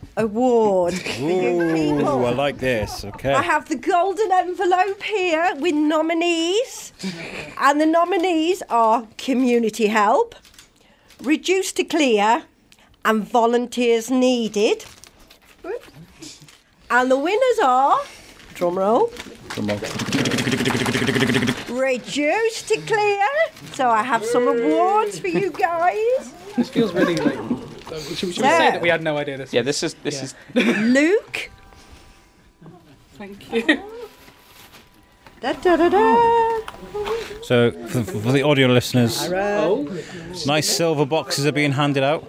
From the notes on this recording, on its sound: Recorded in front of a live audience at the Wellington Orbit cinema, we bring you a Q&A at the premier of Reduced to Clear. The film had just ended, the lights had just come up. The film that they has just showed to a full audience. Some questions from the audience.